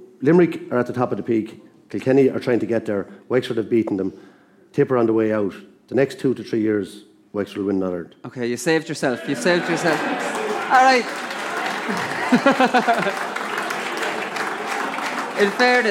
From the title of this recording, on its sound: The GAA Hour live from Wexford